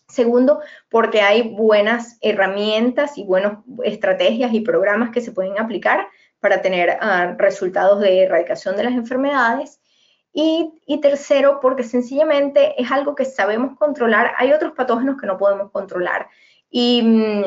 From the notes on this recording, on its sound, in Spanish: En este episodio hemos rescatado el audio del aula virtual.